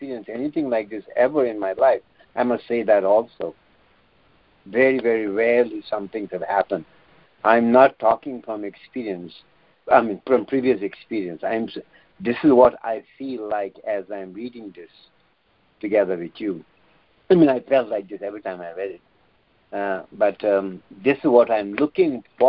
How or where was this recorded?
phone line